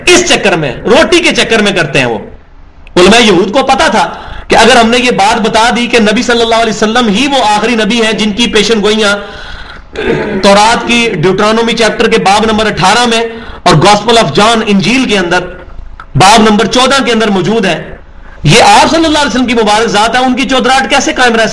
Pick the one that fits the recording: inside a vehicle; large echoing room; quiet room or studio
large echoing room